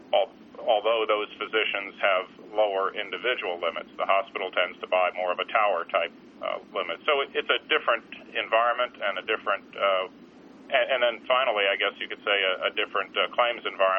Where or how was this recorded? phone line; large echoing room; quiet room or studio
phone line